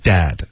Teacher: dad 这个的就比较重，然后不是一个 dad 这种弹的音